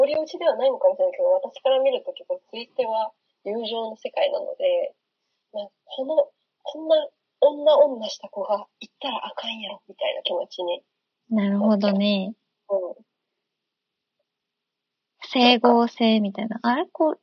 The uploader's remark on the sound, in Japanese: この間初挑戦した「 Stand.fm 」での生配信音源を番外編としてお送りします！音質悪めです、すみません！